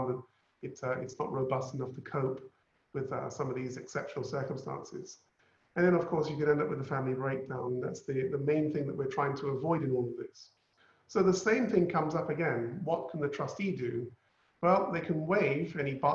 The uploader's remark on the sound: Webinar audio recording